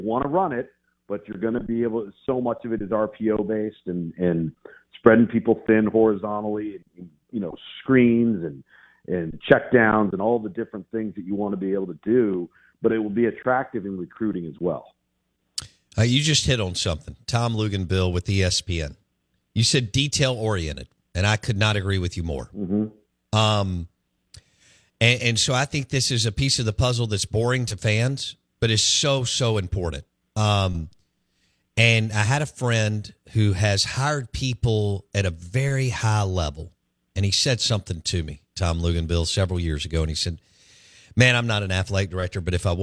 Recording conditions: phone line